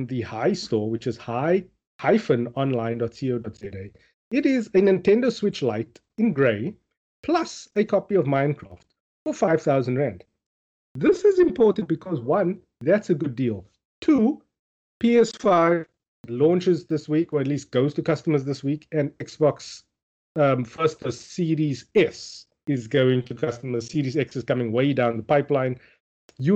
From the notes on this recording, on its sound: Recorded via Skype.